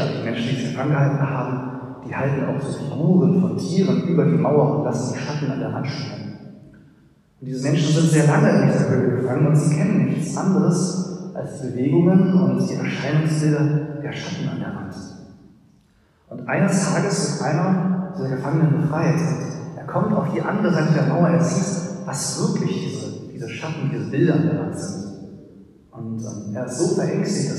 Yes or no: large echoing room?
yes